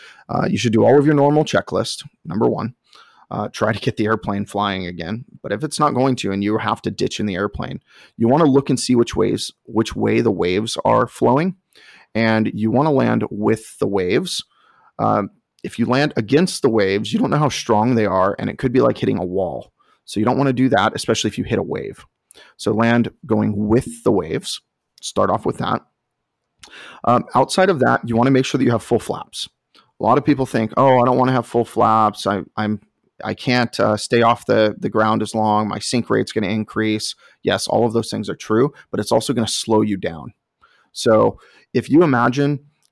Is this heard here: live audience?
no